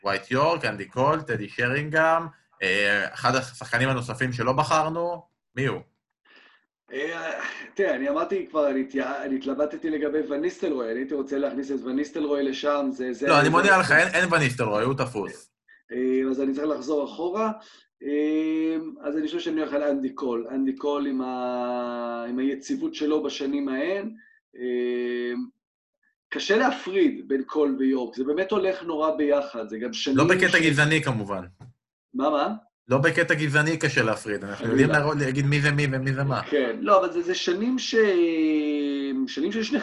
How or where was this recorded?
video call